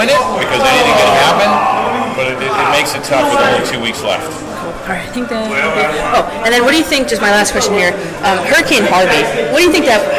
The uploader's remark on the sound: A Mint Pros Stadium Suite Event